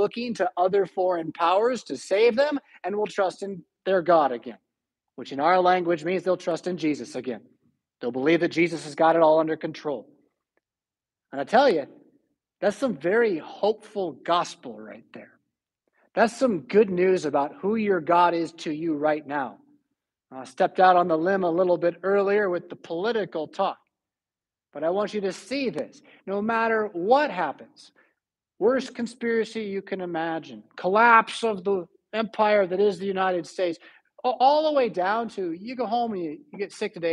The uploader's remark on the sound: Preached at St Paul Lutheran Church , Rockford, Illinois on January 1, 2023.